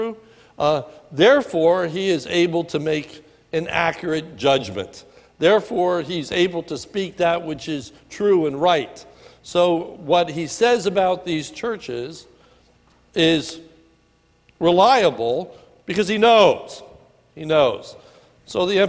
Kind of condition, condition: setting, large echoing room